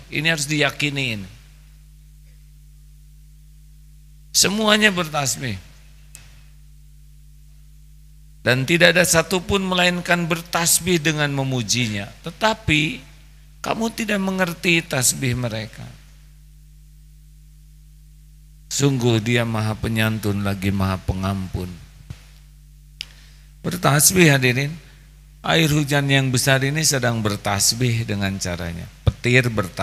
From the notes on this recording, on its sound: LIVE dari Masjid Daarut Tauhiid Bandung